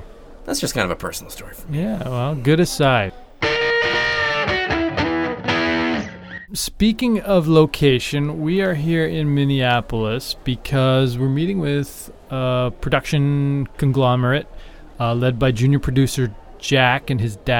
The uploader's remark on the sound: on location at the lovely Minneapolis-St Paul International Airport